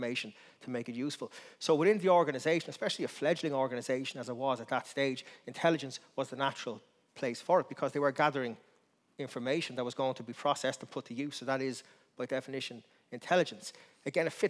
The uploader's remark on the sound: Recorded in the RDS Library as part of The Dublin Book Festival 2022